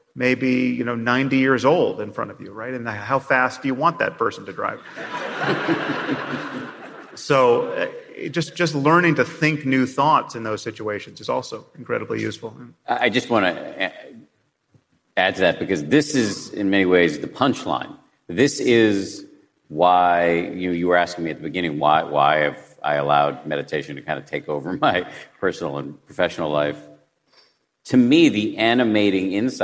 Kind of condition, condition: setting, live audience